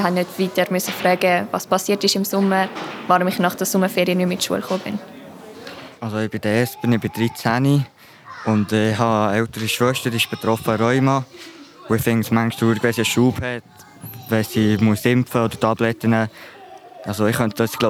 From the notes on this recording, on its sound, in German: Diese Episode von “Rheuma persönlich” wurde am Familientag der Rheumaliga aufgenommen.